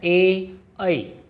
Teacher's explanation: ऐसी ध्वनियाँ जो कंठ और तालु दोनों से मिलकर उच्चरित होती हैं · Term: कंठ तालव्य